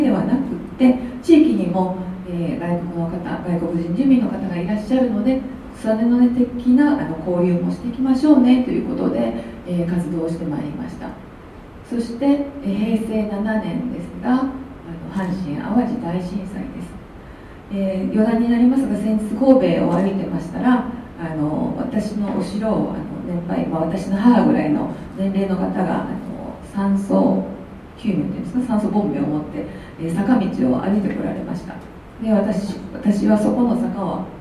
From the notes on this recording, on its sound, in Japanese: 2020年2月1日（土）に舞鶴市西駅交流センターにて開催された京都府北部地域連携都市圏形成推進協議会 生涯学習講座第３回北近畿創生フューチャーセッションの模様を録音でお送り致します。2020年2月1日（土）に舞鶴市西駅交流センターにて開催された京都府北部地域連携都市圏形成推進協議会 生涯学習講座第３回北近畿創生フューチャーセッションの模様を録音でお送り致します。参加者全員で未来志向の対話をします。